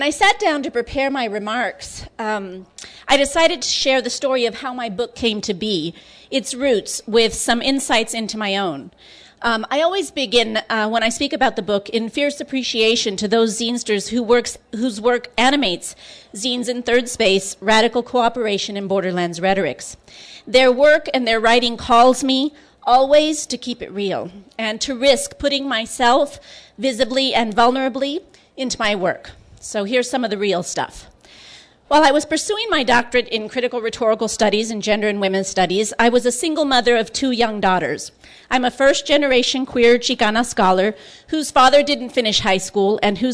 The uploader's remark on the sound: Excerpts from the 2014 Tucson Festival of Books Nuestras Raices